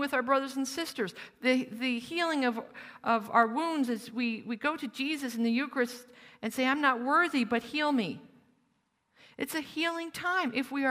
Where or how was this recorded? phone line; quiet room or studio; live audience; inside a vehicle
live audience